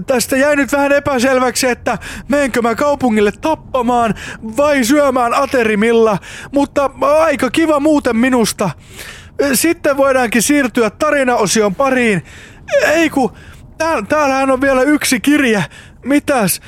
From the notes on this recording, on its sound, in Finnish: Mikä olisikaan parempi tapa kuluttaa tappavan tylsä automatka kuin nauhoittaa yksi jakso podcastia?